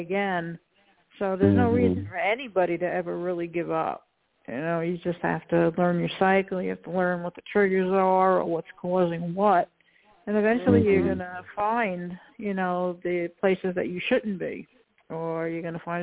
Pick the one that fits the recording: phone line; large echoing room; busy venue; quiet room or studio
phone line